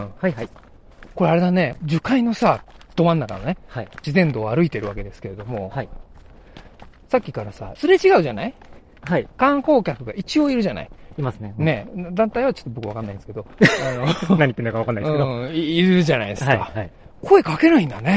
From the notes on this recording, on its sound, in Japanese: 古くからさまざまな噂の絶えない青木ヶ原樹海に行きました。富岳風穴から鳴沢氷穴を結ぶ自然道を歩きながらの現地リポート。